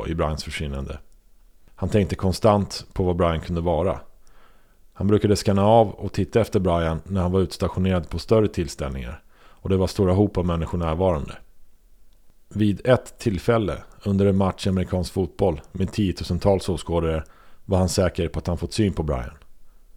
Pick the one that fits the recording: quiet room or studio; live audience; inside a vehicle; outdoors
quiet room or studio